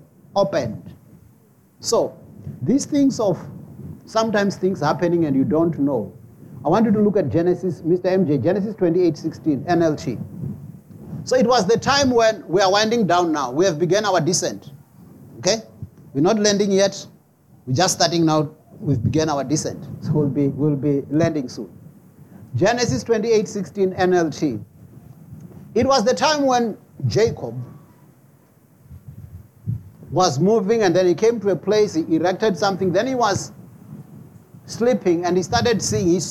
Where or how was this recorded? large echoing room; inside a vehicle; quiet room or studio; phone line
large echoing room